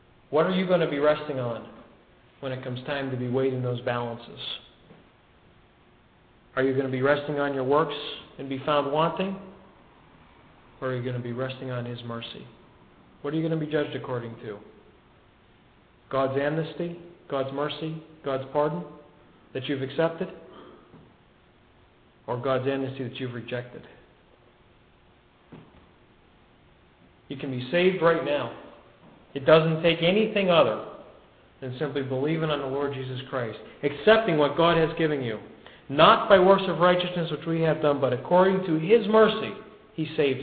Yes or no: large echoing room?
yes